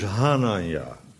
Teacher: in Ghananya, dat is die CH, is de uitspraak verzacht geworden en het wordt dus Hananya